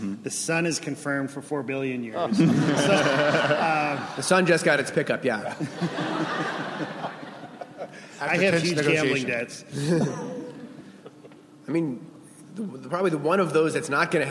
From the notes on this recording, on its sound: The Simpsons from ATX Television Festival.